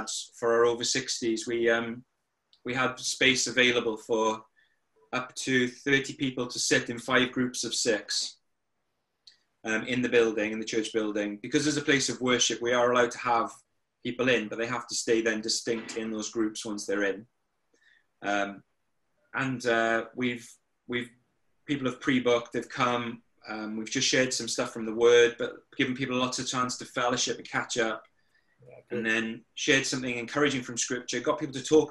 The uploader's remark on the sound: over zoom